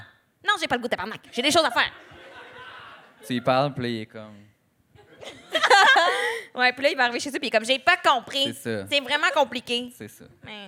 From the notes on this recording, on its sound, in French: LIVE à Montréal. Leur tout premier épisode devant public!